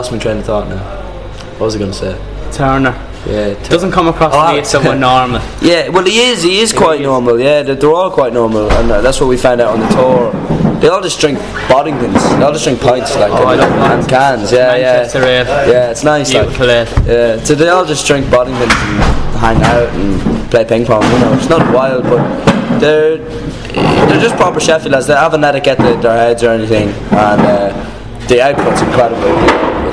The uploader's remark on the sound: I was invited to a sound check